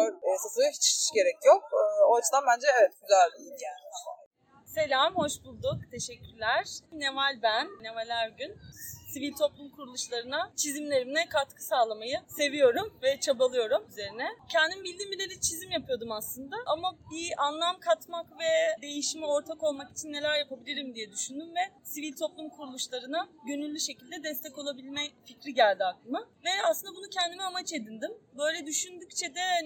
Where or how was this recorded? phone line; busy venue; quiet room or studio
busy venue